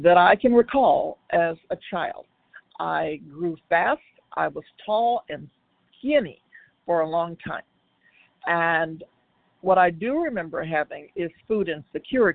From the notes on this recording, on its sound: from the 100 Pounders Phone Meeting, 8/5/23